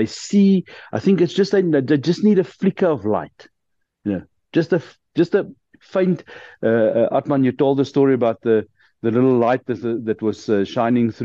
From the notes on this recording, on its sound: The Transformation Table Zoom Meeting.